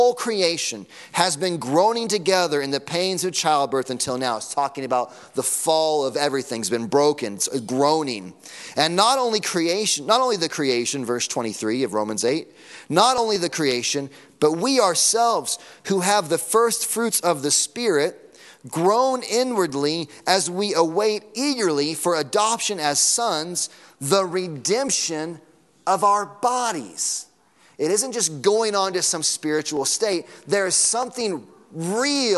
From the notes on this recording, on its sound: Sunday morning sermon audio.